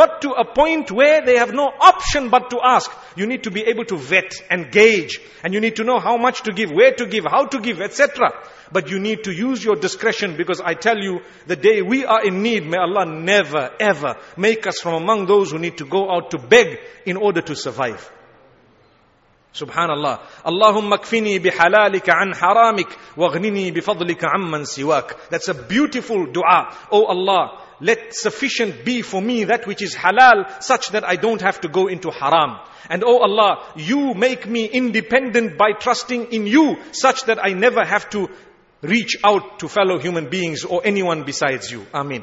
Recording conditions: large echoing room